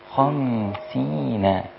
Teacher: طيب انت فخمت الخاء، الميم والسين والياء والنون كلها رقيقة